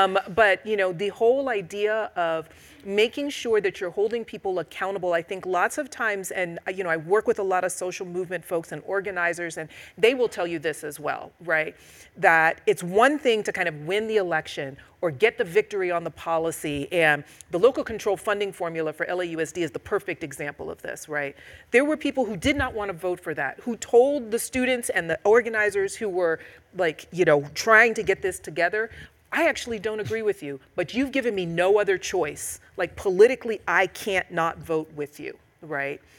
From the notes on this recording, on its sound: This event was streamed live from Los Angeles, CA on May 26, 2022